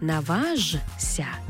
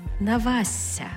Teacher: І зазвичай це відбувається, коли ми маємо м'який приголосний, як от у буквосполуці «жся». Тобто пишемо «жся», але читаємо «зся» · Shown in: second take · «зся», тобто не «наважся», а «навася».